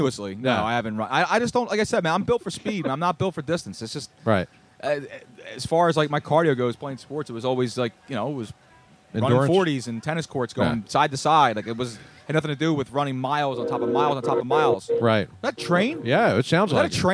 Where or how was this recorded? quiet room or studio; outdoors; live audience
outdoors